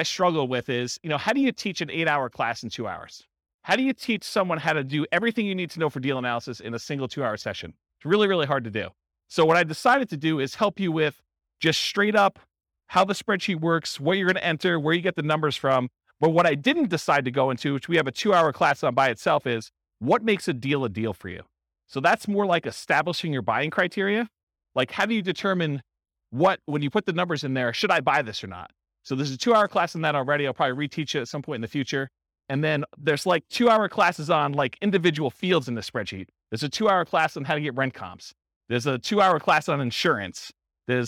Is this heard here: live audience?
yes